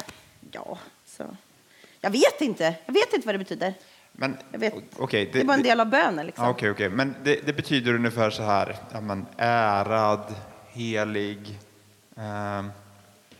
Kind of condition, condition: setting, large echoing room